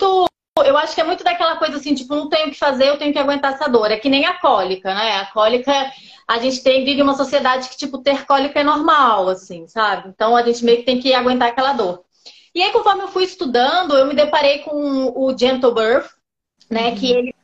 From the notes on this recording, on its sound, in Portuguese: A conversa foi gravada ao vivo pelo meu Instagram